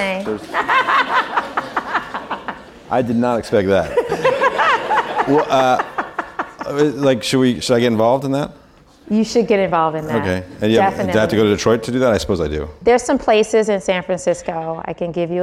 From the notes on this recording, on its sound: Recorded live from the Concrete Rose Summit in Menlo Park, CA.